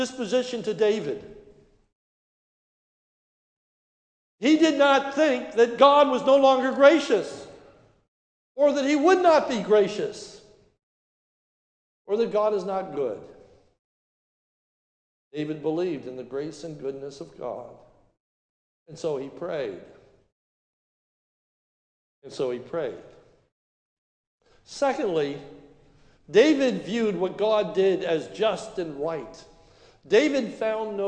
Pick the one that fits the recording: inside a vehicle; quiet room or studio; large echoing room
large echoing room